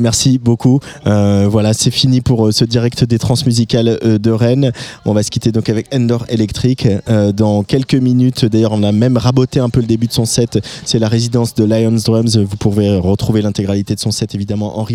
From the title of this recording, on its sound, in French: En direct des Trans Musicales de Rennes